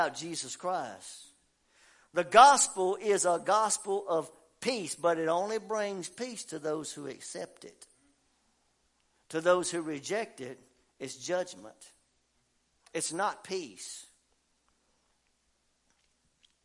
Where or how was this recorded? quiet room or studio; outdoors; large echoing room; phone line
large echoing room